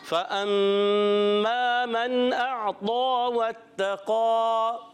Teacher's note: میم مشدد ایک الف کا غنہ ہوگا